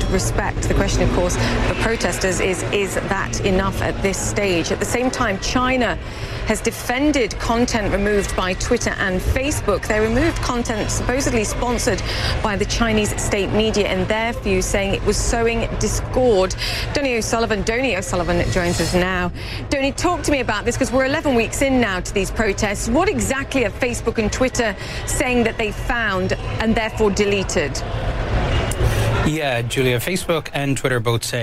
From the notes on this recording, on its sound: live from the New York Stock Exchange